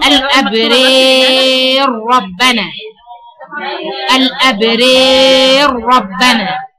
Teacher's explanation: الراء هتضغم في الراء للسوسي، والراء برضو الألف اللي قبلها ممالة · انت احيانا بيكون عندك راء مكسوره مرققه وبعدها راء مفخمه · Term: الإمالة، تفخيم كامل